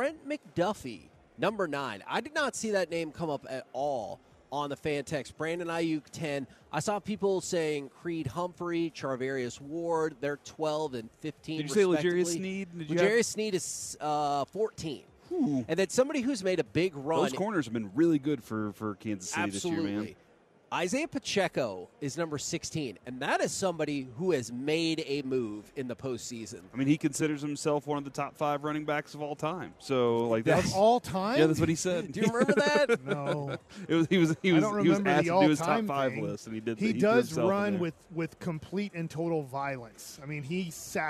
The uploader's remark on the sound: LIVE from Radio Row in Las Vegas!